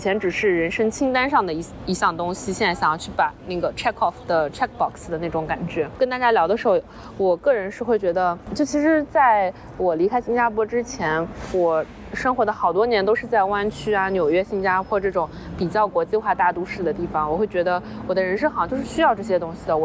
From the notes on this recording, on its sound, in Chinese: 这期是来自塞尔维亚首都贝尔格雷德街头的现场报道。